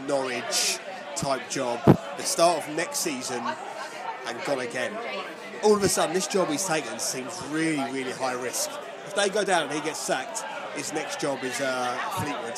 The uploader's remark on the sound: Pre-match podcast from the pub. Joins the Beesotted crew at The Banker Pub on The River Thames near Monument.